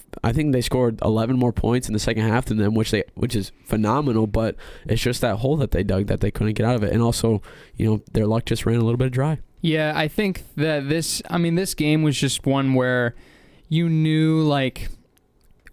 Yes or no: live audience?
no